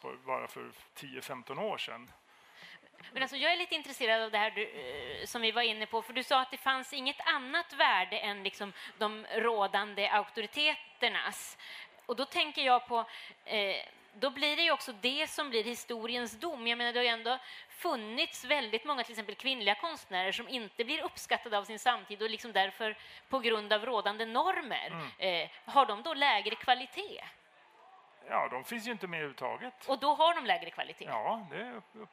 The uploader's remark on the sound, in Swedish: För första gången spelades Mellan Scylla och Charybdis in live inför publik, på Kulturhuset i Stockholm.